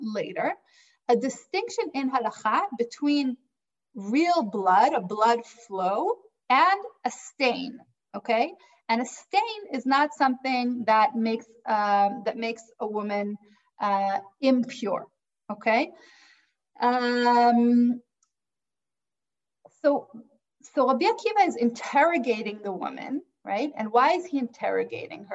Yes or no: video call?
yes